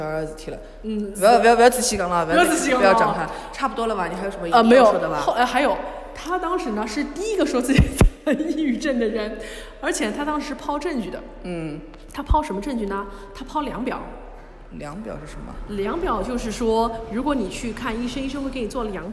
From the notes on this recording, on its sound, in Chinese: 每次录制基本都是在餐厅吃饭，没有条件升级录音设备